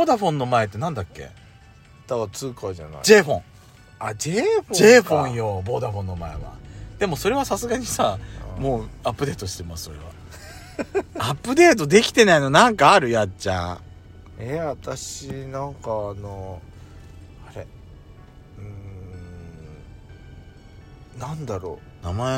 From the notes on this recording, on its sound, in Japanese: パーキング収録